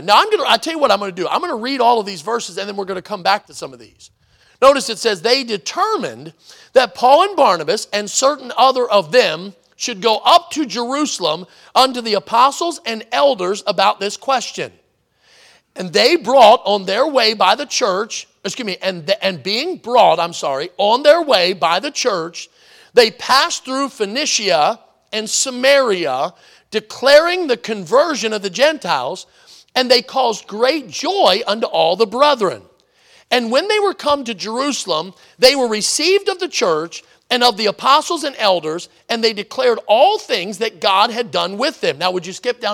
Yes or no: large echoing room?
yes